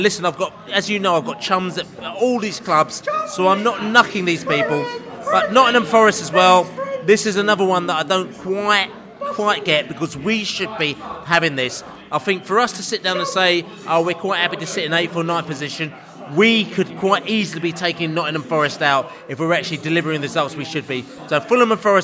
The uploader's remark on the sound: podcast from the pub